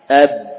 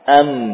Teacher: Kalau ba suaranya tertumpu di bagian bibir, ya. Tidak ada yang lewat ke sana. Adapun mim, ya, suaranya beralih ke hidung. Am, ya, itulah suara gunnah.